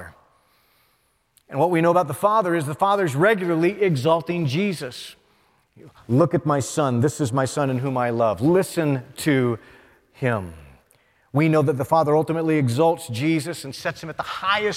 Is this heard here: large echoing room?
yes